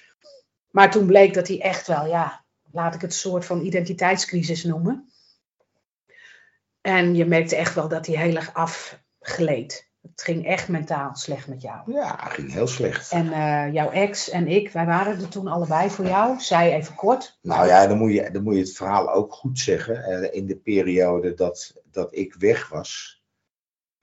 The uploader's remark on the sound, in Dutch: Die opgenomen is via Teams.